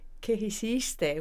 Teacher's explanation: So there's not that kind of lispy th sound. Not in Mexico.